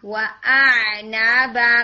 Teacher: make sure کہ پہلے حمزہ distinct ہو پھر آپ کا آئین آنا چاہیے، یعنی دونوں لیٹرز مکس نہ ہو